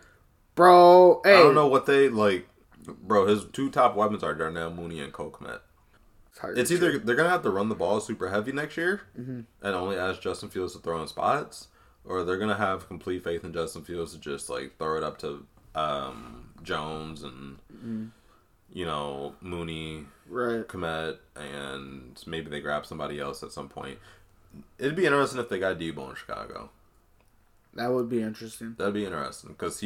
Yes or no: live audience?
no